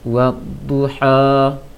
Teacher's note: Huruf yang berharokat fathah dibaca mengarah ke A, tidak dibaca A penuh seperti bahasa Indonesia yang agak membuka A, tapi dikurang sedikit, hanya saja tidak miring.